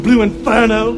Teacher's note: Southern English accents are non-rhotic. You leave the R sound out after a vowel in a word like inferno.